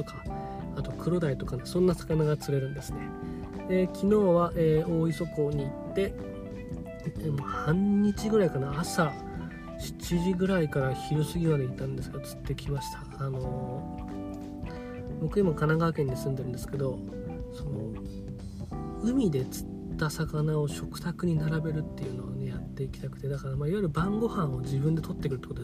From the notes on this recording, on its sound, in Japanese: 車の中から配信中。スマホのマイクが逆になってて撮り直した回。